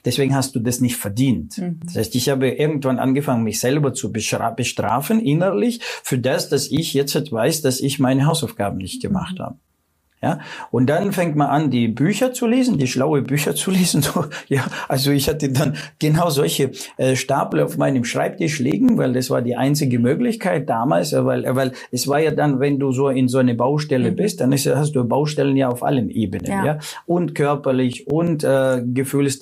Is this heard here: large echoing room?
no